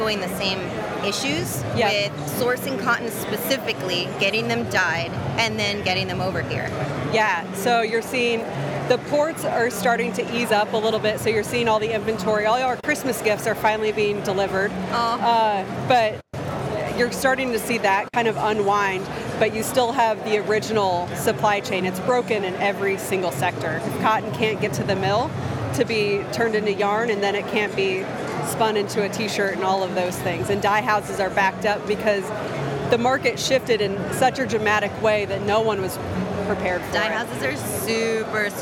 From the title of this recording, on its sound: Live from ISS 2022 In Long Beach